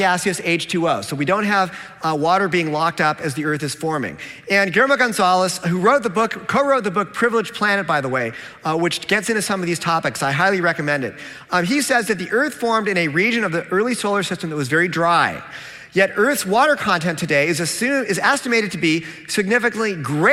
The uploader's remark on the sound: a Q&A with his original audience